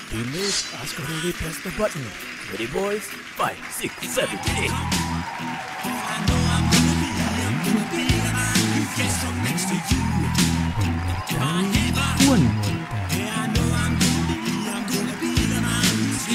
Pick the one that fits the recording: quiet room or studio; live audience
live audience